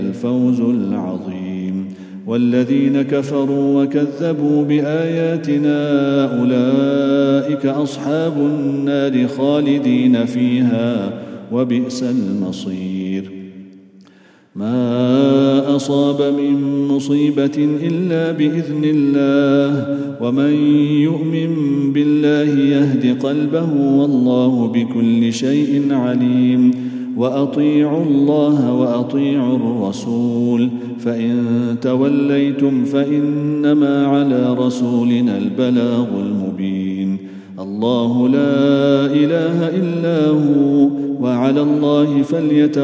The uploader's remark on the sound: at the Houghton Masjid (West Street)